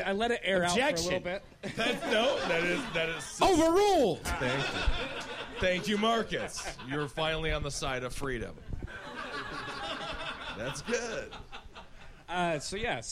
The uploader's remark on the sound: Live from the Creek and the Cave during the 1st Annual Cave Comedy Radio Sausage Party!